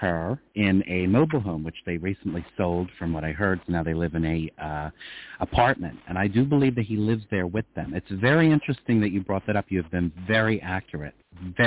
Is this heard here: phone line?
yes